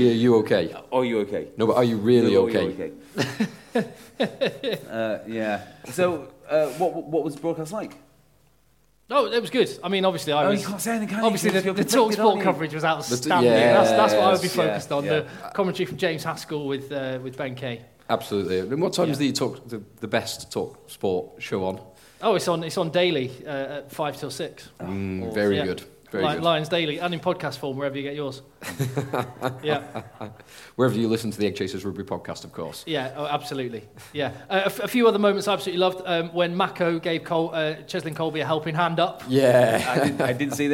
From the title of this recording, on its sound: Live from North Dorset 7's